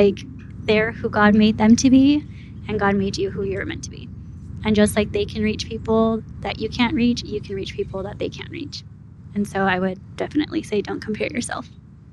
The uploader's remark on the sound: Some of the episode was recording under heavy wind